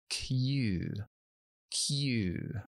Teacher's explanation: empezamos con una K, luego una Y, Y, y luego una U larga.